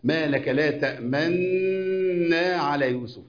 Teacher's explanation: هذه الكلمة خففت بإدغام النون المضمومة في النون المحركة بفتح · Term: ادغام كبير